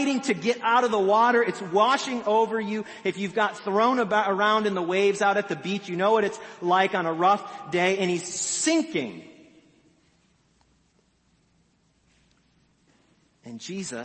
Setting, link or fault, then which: setting, large echoing room